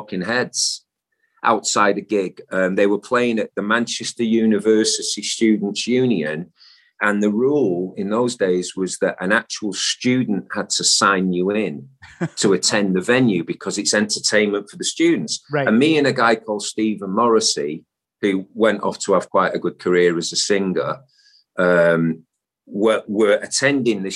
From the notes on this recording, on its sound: the Zoom Room